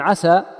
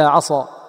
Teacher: وكذلك في عسى، لو لم تخلص انفتاحها سين وأطبقتها لصارت صادا، فتنتقل من عسى إلى عصى، وهذا ما في شك أنه ممنوع وخطأ ولحن جلي.